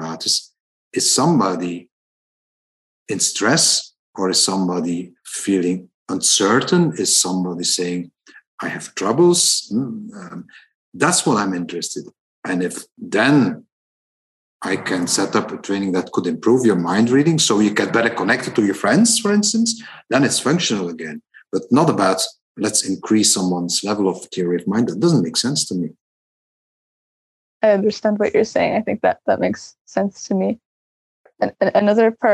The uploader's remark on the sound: recording from the " On The Spectrum " webinar series in 2021